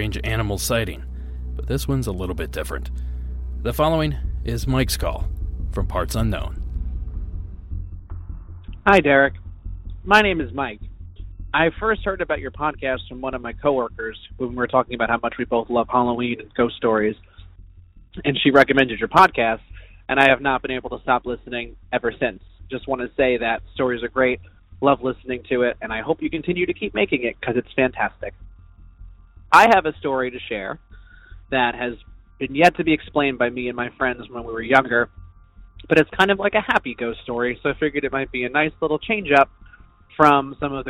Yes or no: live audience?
no